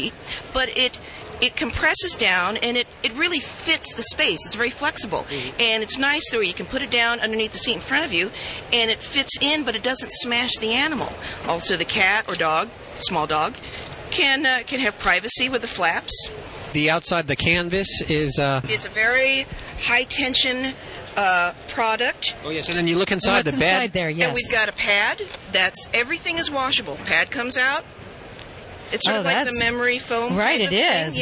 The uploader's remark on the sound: Animal Radio's New Pet Product Special '07 is LIVE from Mandalay Bay Convention Center in Las Vegas. It's SUPERZOO.